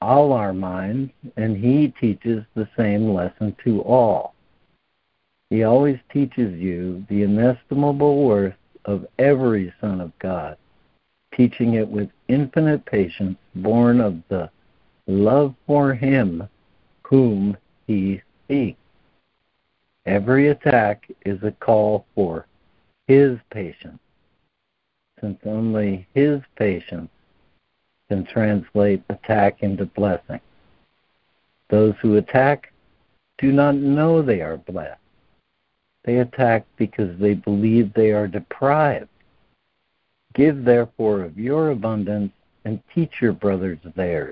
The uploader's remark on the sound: ACIM Daily Conference Call.